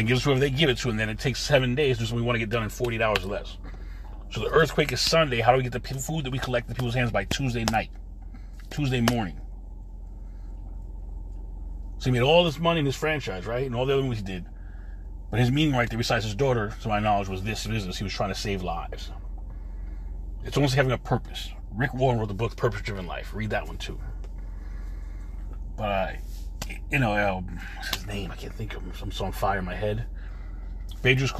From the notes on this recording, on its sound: In this CarCast